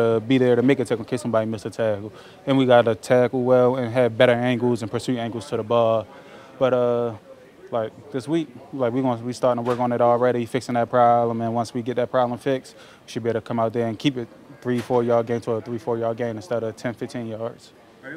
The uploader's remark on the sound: Press Conference